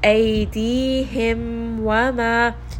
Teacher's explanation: waw and fa are both from the lips, okay? And mim is also from the lips. So because the makhraj is so similar, sometimes what happens is that we tend to merge these letters together.